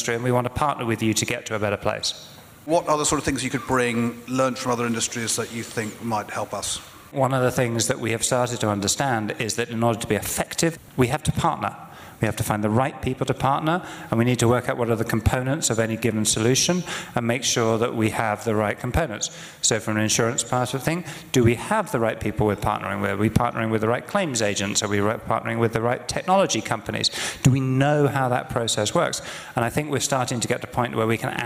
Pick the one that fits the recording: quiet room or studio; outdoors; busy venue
busy venue